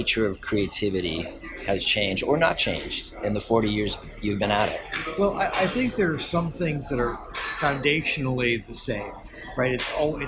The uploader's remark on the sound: at the 2019 Cannes Lions International Festival of Creativity.